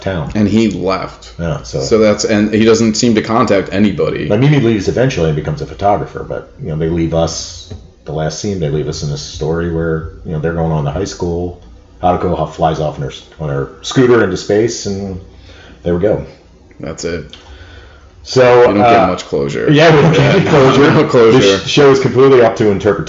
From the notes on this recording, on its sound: In spite of mic issues